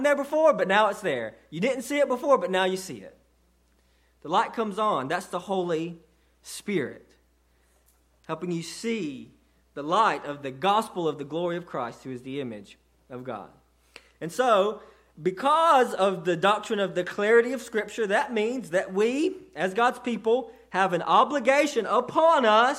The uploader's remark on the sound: sermon delivered to Cottondale Baptist Church